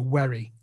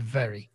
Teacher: some people pronounce the V as a W, so wary instead of very · Shown in: second take · Term: hard V